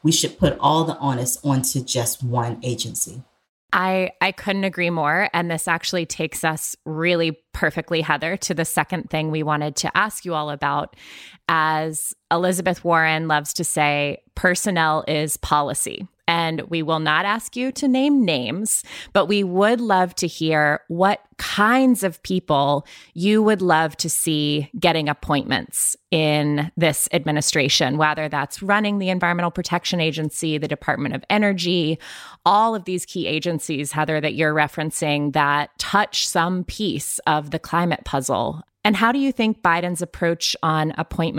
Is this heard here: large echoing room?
no